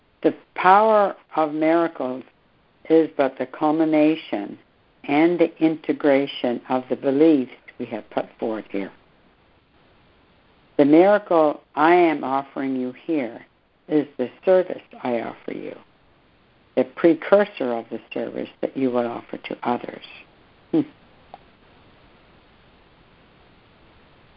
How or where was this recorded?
phone line